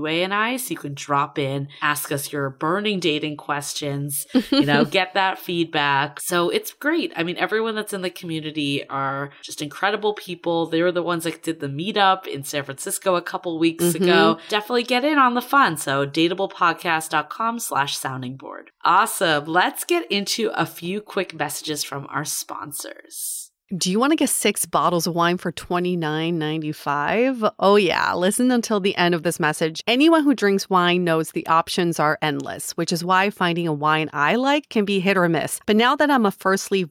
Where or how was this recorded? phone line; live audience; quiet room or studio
quiet room or studio